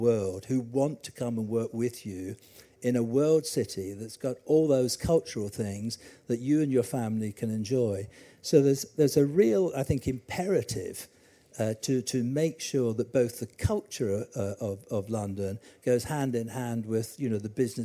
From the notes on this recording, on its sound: Recorded live at MIPIM 2023